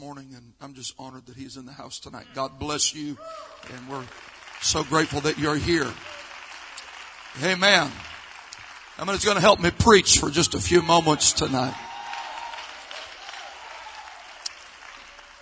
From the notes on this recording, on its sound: South Louisiana Youth Conference 2023. Our most recent LIVE event on HGR 1.